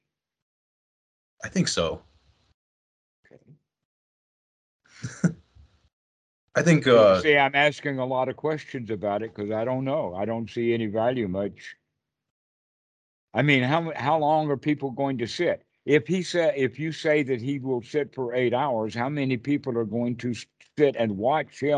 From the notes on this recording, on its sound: skype calls